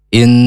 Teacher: di nun tasdid ditahan dua harokat, namanya bacaan hunnah musyaddadah